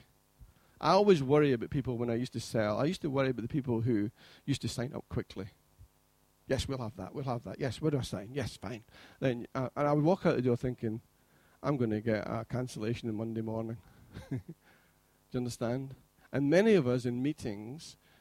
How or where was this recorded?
large echoing room